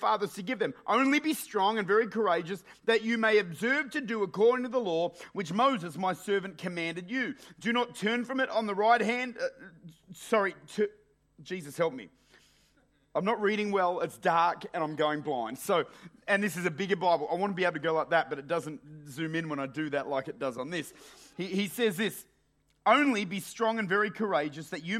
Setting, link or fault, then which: setting, large echoing room